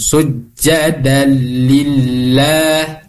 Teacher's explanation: Atau disebutnya dengan idgham bila gunnah. Dimasukkan akan tetapi tidak menggunakan gunnah. Jadi langsung sujadalillah, lillah, bukan lillah.